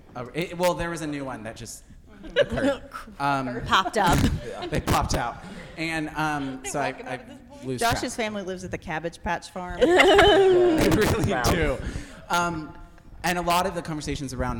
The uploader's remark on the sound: Live from Revoice. The recording from our live episode at Revoice 23 is finally here.